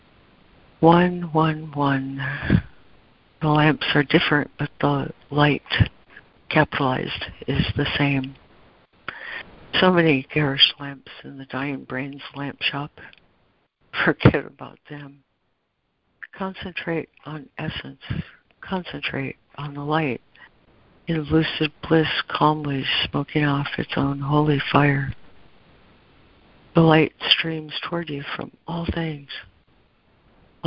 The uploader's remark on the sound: ACIM Daily Conference Call.